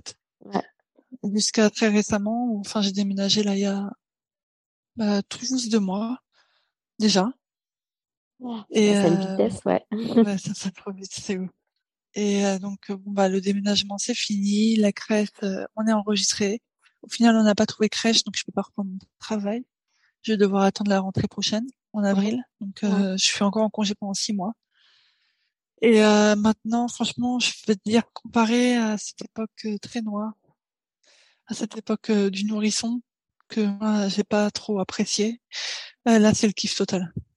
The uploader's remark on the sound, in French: Cet épisode a été enregistré en distanciel. Tokyo/Paris.